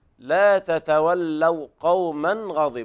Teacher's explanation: إظهار حلقي لوقوع الغين بعد التنوين